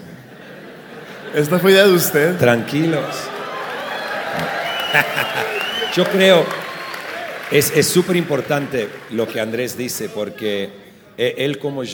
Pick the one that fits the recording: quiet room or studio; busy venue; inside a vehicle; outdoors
busy venue